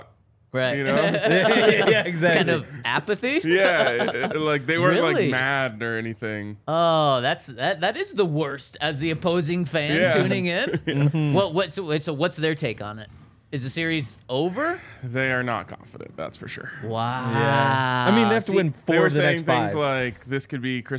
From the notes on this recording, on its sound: coming to you LIVE from the DNVR Bar